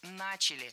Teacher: Ударение в этом слове падает на первый слог.